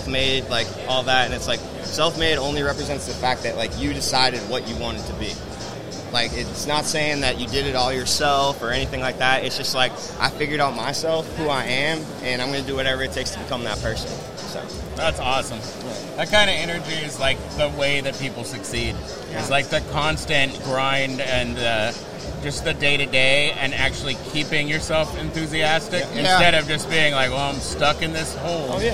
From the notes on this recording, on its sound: Live from ISS Long Beach 2024. A live and dynamic session straight from the heart of Impression Expo Long Beach 2024.